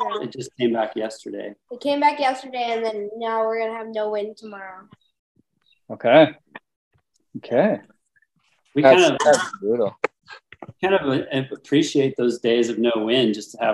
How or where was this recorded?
video call